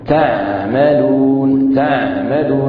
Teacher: هناك كذلك جريان للصوت من وسط الحلق إلى أدنى الحلق يسمى جريان الصوت في مخرج الحلق. إن هنا العين من حروف البينية يجري الصوت من وسط حلق إلى أدنى الحلق يسمى جريان يعني الصوت، الجريان الجزئي للصوت يعني نطق العين.